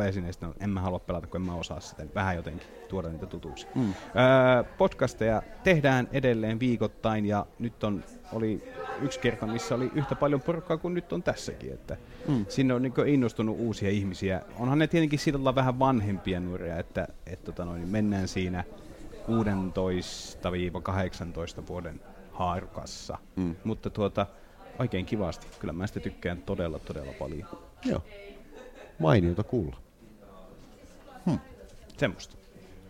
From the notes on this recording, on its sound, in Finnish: SomeCastin erikoisjakso äänitettiin Tampereella Nuori2017 -tapahtumassa 28.